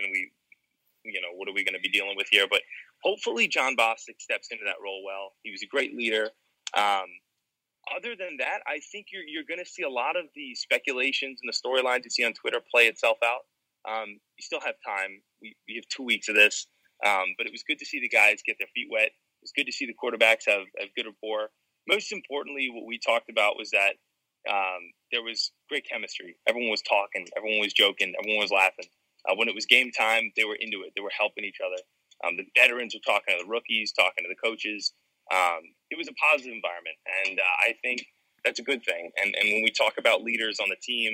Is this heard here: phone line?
yes